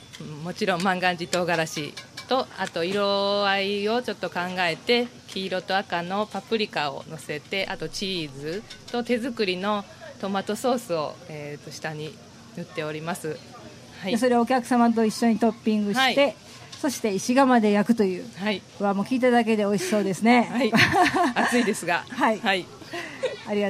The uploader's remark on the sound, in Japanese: 今週は、8月11日に開催された、「なんちゃって万願寺まつり」の公開収録版で。